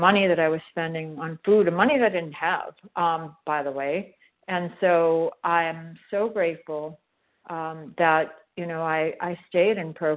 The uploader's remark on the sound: from the 100 Pounders Phone Meeting